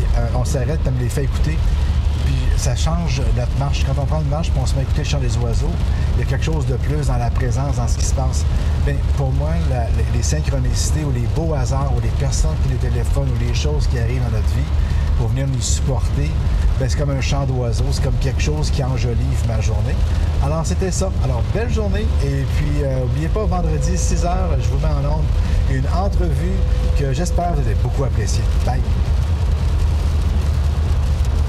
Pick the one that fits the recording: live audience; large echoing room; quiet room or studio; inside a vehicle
inside a vehicle